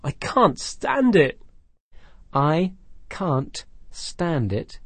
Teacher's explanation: although it has the word can't, which ends in the sound t, that sound is not pronounced when you say the expression